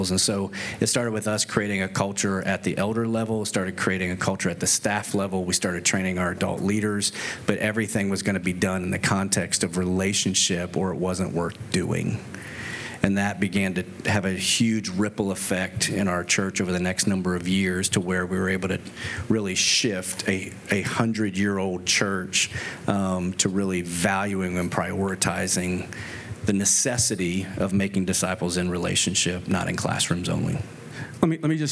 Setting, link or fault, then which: setting, busy venue